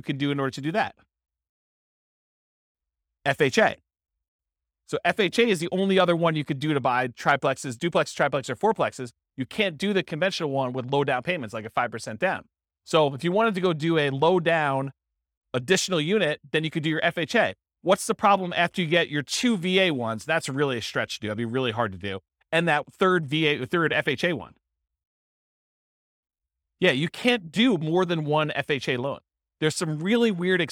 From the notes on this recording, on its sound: This was a live class recorded